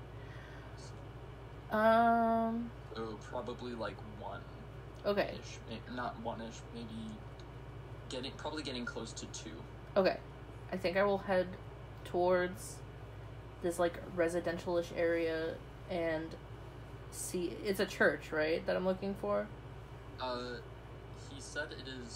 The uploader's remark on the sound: please excuse the bad audio